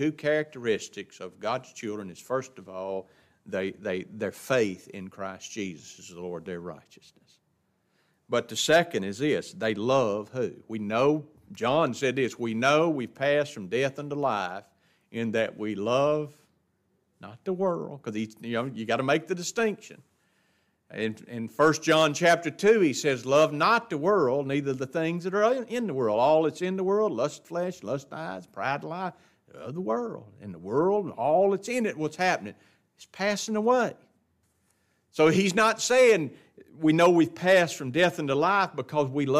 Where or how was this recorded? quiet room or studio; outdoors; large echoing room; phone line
large echoing room